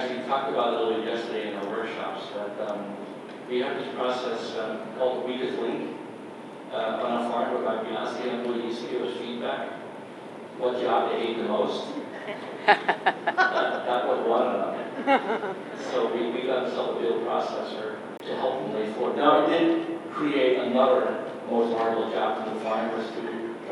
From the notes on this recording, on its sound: keynote address for the Organic Association of Kentucky conference in Louisville on March 7, 2020